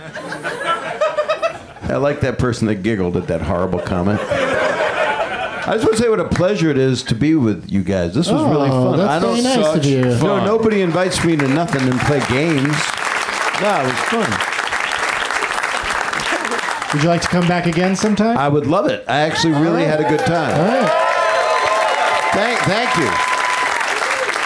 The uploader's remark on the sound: Live from the UCB Franklin.